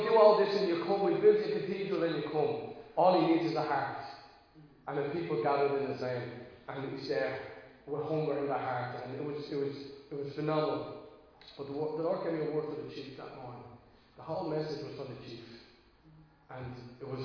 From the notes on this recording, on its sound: Recorded live in Liberty Church on 27 March 2022